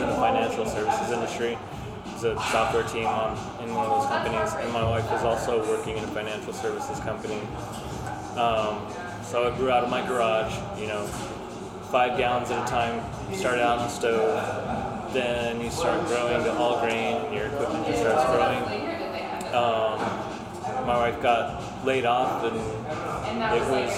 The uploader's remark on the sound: Brewers Panel at Crazy Mountain Brewing